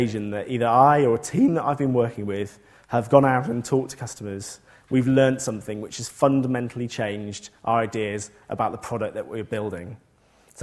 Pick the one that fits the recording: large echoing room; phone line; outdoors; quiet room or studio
large echoing room